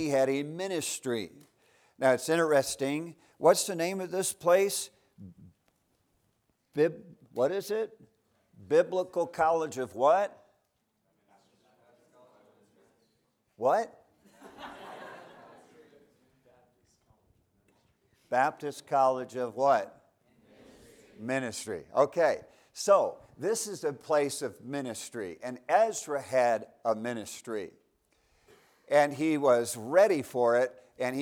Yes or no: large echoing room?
yes